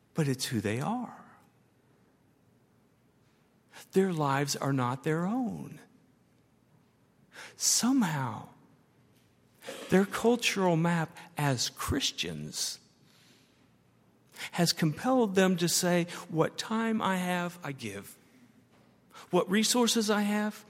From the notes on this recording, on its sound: At Highland Baptist Church.